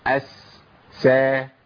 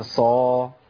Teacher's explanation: ان الهمس في السين اعلى من الهمس في الصاد، والصفير في الصاد اعلى من الصفير في السين، لان الصفير صفة قوة تتناسب مع قوة الحرف، فبيبقى ضعيف مع السين شوية، والهمس صفة ضعف، والصاد حرف اقوى من السين، فتبقى مع السين اقوى.